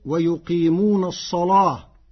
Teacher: قرأ ورش كلمة الصلاة بتغليظ اللام فتصير ويقيمون الصلاة، لمجاورتها الصاد المفخمة